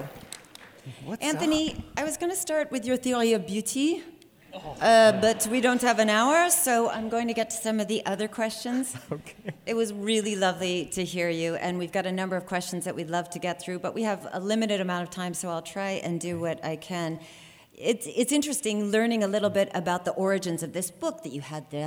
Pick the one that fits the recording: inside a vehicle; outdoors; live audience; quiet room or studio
live audience